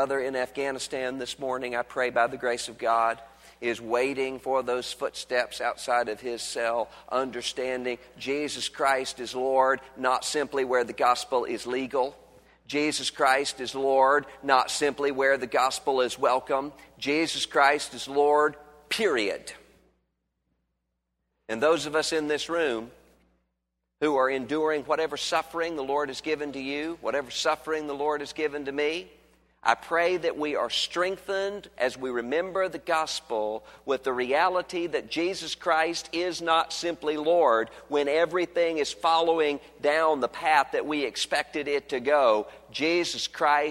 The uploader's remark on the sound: was originally preached on Sunday, February 20, 2011 at Highview Baptist Church in Louisville, Kentucky.